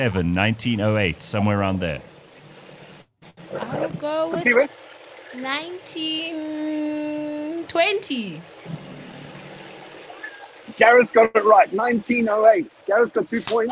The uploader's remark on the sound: live from the Festival of Motoring at Kyalami race track